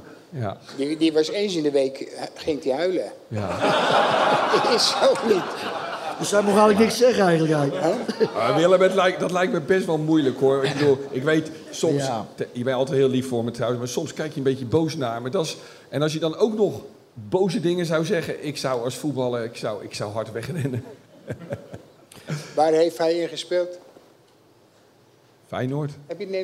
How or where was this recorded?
live audience